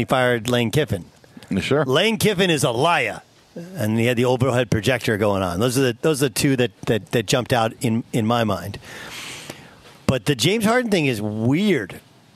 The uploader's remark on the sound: LIVE from Chargers training camp in Costa Mesa, CA.